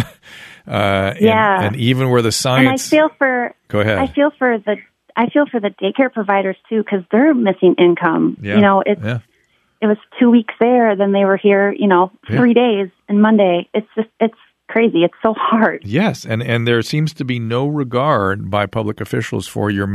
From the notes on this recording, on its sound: Listener Phone Calls. Goes to the phones and answers listener calls!